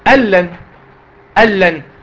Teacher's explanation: تدخل النون في اللام او الراء لكن ما تعملش غنة. تدخل النون في اللام او الراء لكن ما تعملش غنة. · Term: الادغام بغير غنة